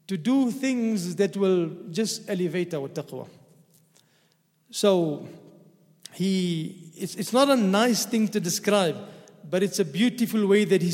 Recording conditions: large echoing room